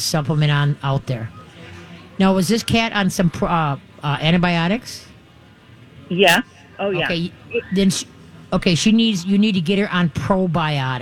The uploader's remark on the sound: Live from the MyTalk booth at the MN State Fair to take your dog and cat questions.